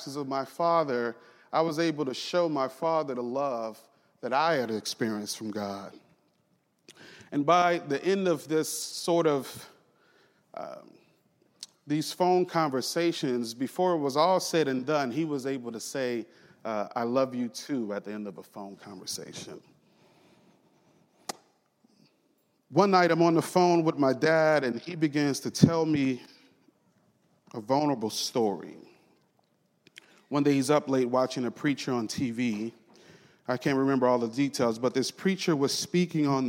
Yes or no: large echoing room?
yes